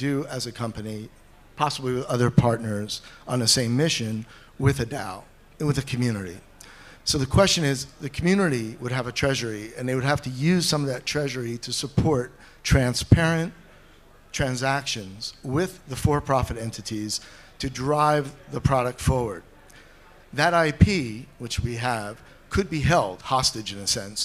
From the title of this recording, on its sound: A Panel Discussion from DAO Planet